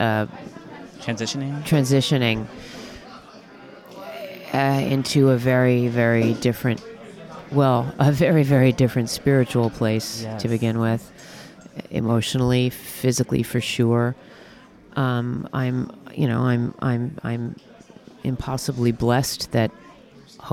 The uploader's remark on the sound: Interview at Feinstein's/54 Below. Live from Feinstein's/54 Below press day.